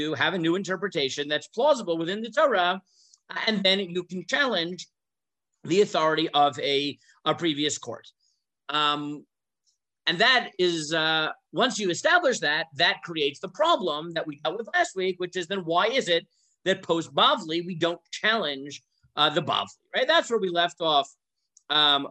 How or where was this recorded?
video call